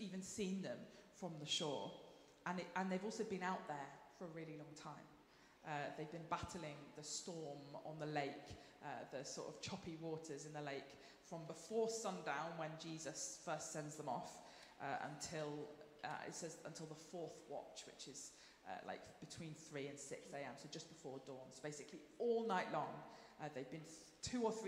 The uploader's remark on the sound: Streamed live at St Paul's Shadwell.